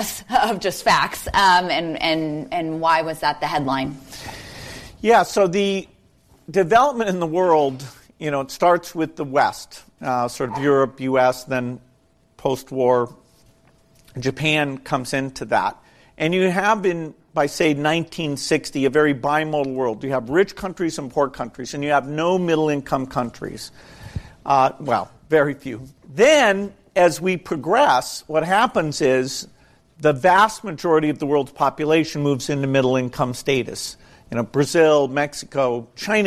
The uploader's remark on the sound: This encore episode is a recording of a special event. In San Francisco. In front of a live audience of Village Global founders and friends of the firm.